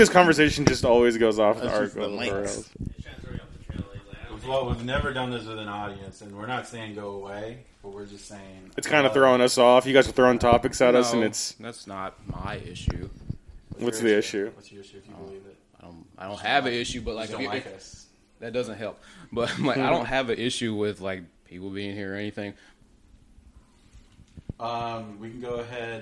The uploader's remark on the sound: My mic didn't work, and there were too many people in the room.